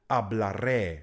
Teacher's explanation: V první osobě je to E dlouhé. E, respektive E s přízvukem